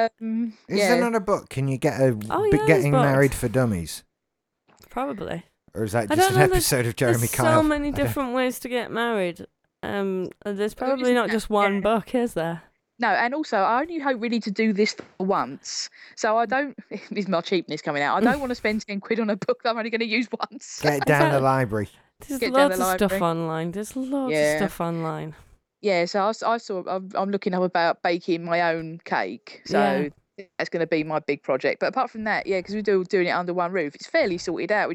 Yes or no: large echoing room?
no